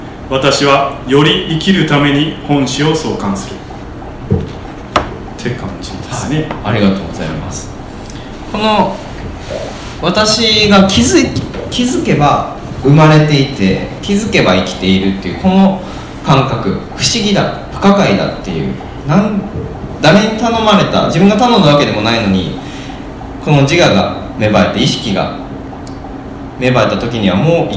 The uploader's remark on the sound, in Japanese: 微花』×『つち式』のトークイベント（恵文社一乗寺店）の音声。